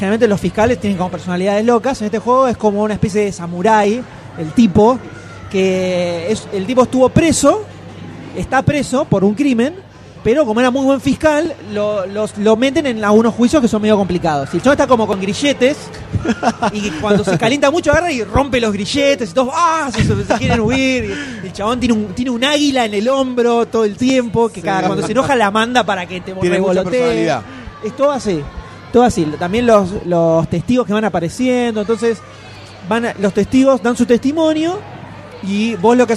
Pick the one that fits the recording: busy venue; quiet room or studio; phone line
busy venue